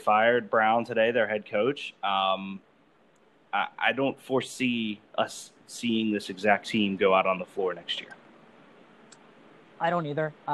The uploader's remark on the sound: Apologies for audio issues on this episode guys! Anchor was not our friend yesterday.